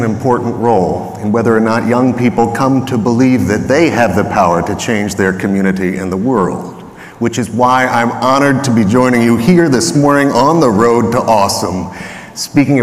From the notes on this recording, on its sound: Audio from my remarks at the Winter Institute of the New York State Council of School Superintendents (March 2023). Thanks to the NYS Council of School Superintendents for sharing their in-house recording.